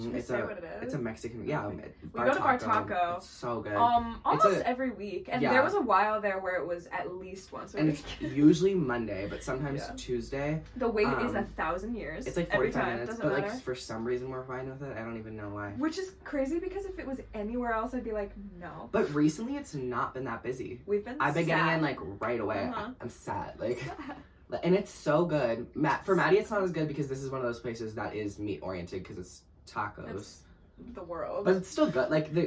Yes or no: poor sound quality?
yes